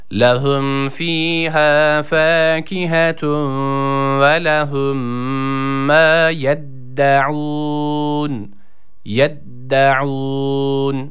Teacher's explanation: Burada yine ayn harfi var. Boğazımızı yine burada sıkıyoruz. Boğaz harfi olan ayını çıkarmaya çalışıyoruz.